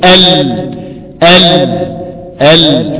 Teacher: فالصوت خرج من اليمين صوت خرج من الشمال · Term: الانحراف